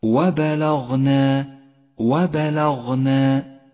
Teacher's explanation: فالباء واللام حرفان مرققان، والغين حرف مفخم، والنون بعدها حرف مرقق · Term: الترقيق والتفخيم